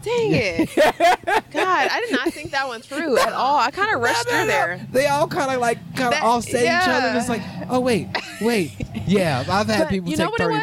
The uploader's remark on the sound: sitting outside Rudyards on a beautiful day